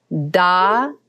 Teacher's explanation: the tip of the tongue hits the roof of the mouth on da.